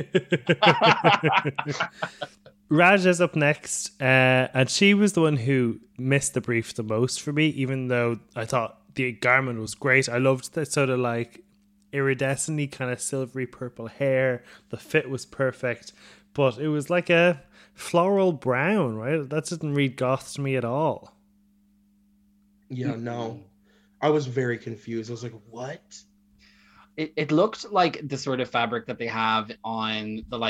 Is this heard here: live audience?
no